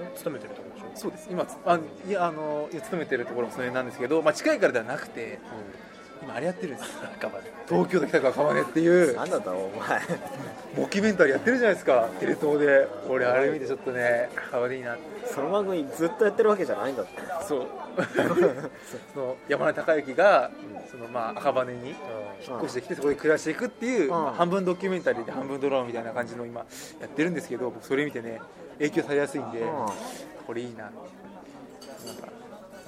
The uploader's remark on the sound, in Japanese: 今回も都内某所某ファミレスで収録しています。